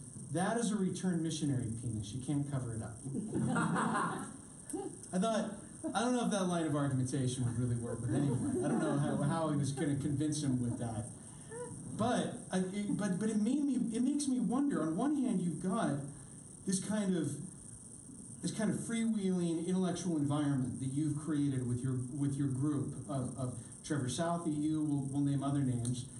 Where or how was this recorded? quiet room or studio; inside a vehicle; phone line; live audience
live audience